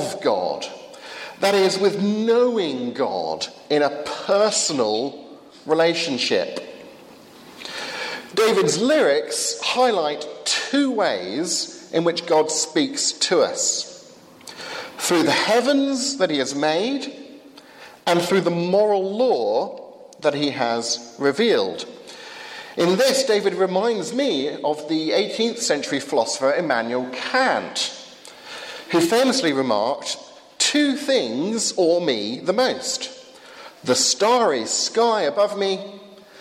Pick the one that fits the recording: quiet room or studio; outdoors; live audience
live audience